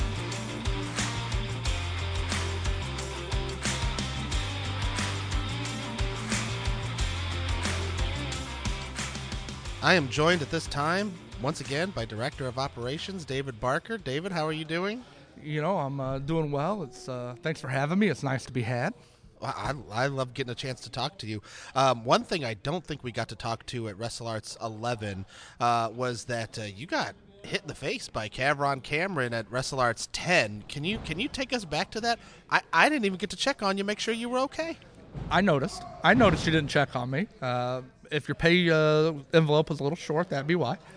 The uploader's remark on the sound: Recorded before the show at the historic Irving Theater in Irvington, a storied neighborhood in Indianapolis,